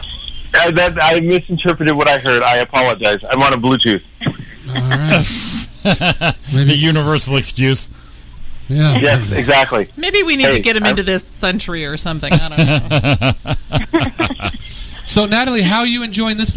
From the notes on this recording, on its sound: Cast members and old friends call in for a fun free-for-all show!